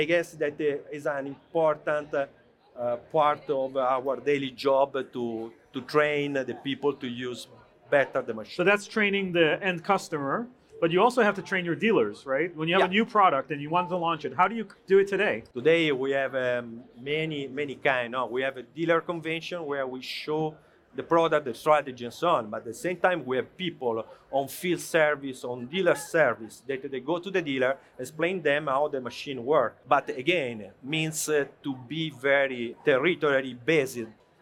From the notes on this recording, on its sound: This episode features a fireside chat recorded live at CES 2023.